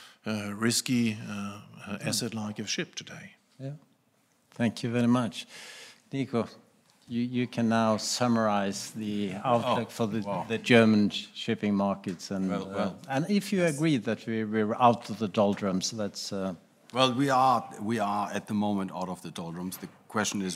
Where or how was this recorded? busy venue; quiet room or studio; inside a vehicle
busy venue